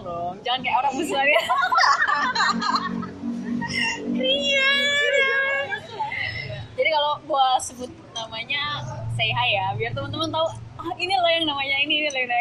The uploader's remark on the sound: Sorry for noisy recording